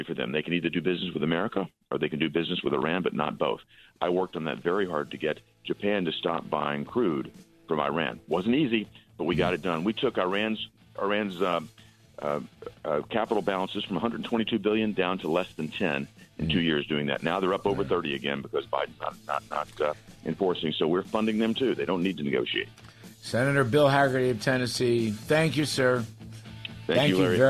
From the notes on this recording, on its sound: call into the show